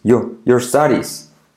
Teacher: La R de your te cae